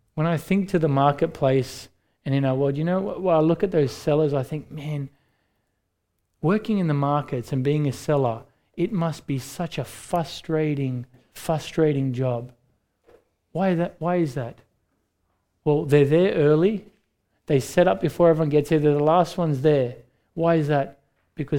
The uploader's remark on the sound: recorded live at Grace Community Bible Church